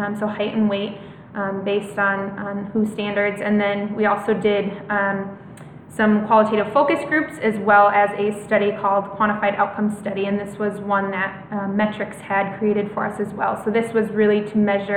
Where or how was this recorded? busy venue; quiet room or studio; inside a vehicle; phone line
busy venue